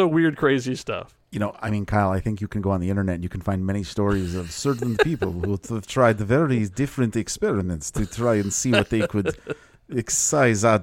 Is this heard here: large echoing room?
no